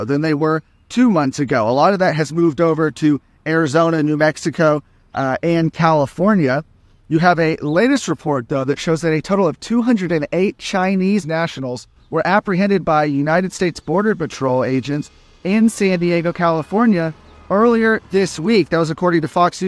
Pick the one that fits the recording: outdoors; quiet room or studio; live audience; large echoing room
outdoors